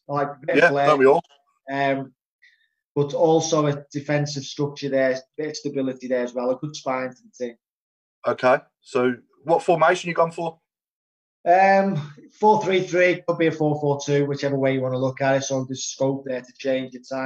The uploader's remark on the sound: Episode recorded on Zoom.